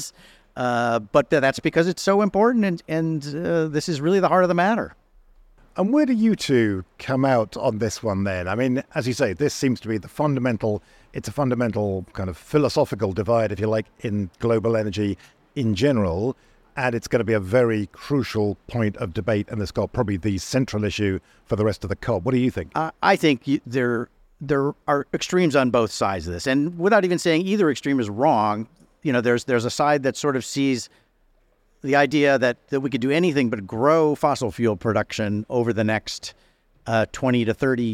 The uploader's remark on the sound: The Energy Gang on the ground at COP28. Part one of our coverage live from the conference. Listen in as we kick off our special podcast series, live from Expo City in Dubai at COP28.